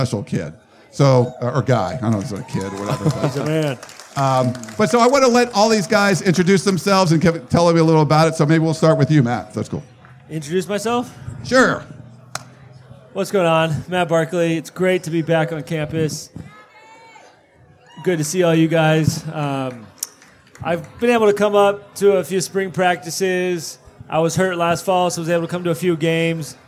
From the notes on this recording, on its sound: This podcast is a recording of a live event called Inside USC Football held at The Lab across from the USC campus